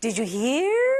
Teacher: the intonation is very important. It should go up, right?